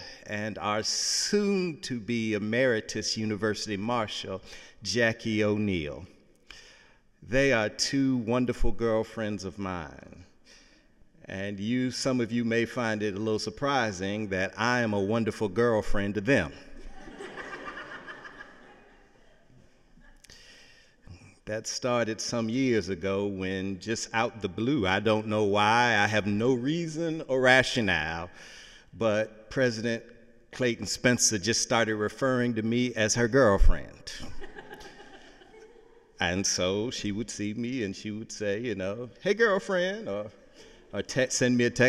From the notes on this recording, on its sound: Sunday sermon December 17, 2017 in the Memorial Church of Harvard University.